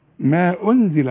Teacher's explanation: اولا حمد شفايفي القدام، وبعدين ارجع شفايفي الورا، اقول واذا سمعوا ما انزل، وما اقولش انزل اقول انزل، شفايفي على هيئة قبلة في الضمة، وبعدين ارجع شفايفي على الكسر